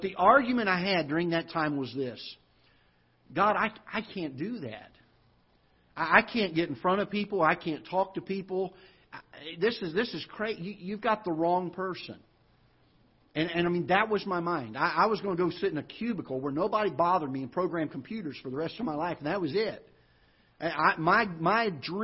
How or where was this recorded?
large echoing room